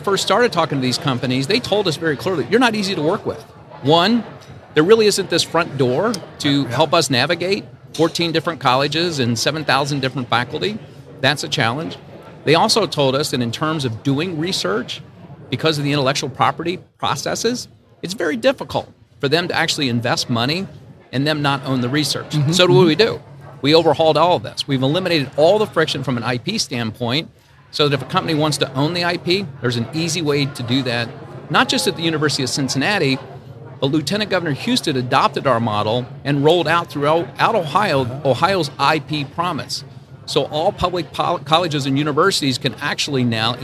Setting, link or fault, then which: setting, busy venue